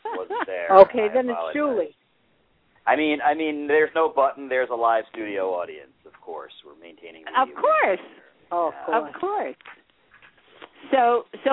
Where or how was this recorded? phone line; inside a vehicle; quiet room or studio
phone line